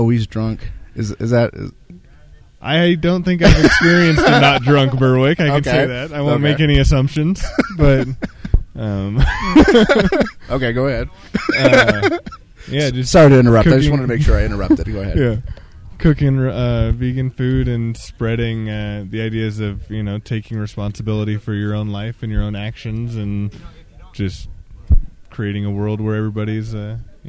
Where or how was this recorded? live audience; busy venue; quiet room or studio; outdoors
outdoors